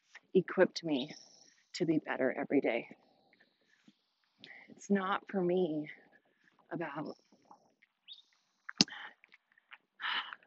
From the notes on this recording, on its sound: I took you guys on my evening walk with me, so forgive the audio.